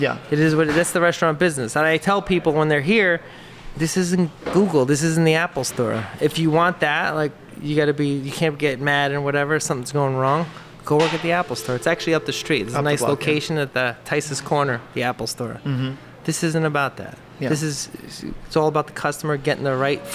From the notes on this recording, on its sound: Owner of New Jersey’s Nino’s Pizza. Recorded in the best place on earth: a beloved local pizzeria.